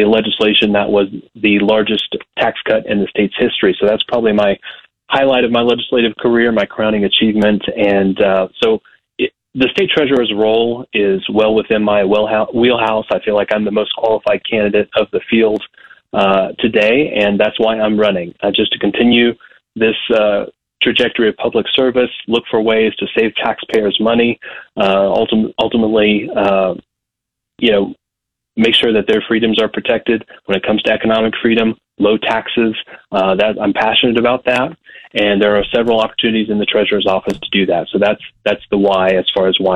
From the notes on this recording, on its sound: calls in from the Newton County Bean Feed